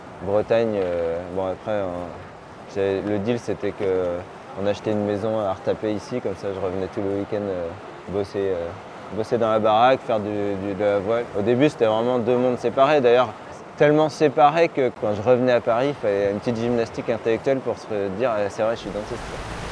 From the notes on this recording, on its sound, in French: l'épisode que j'ai enregistré lors de mon séjour en Bretagne pour passer une journée à bord du castor